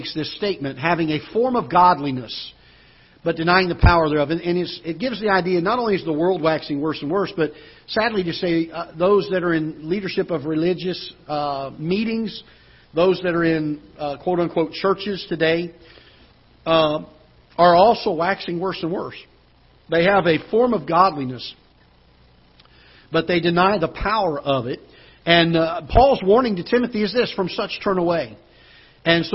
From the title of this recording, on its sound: Ketha Heights Baptist Church ~ Live Broadcast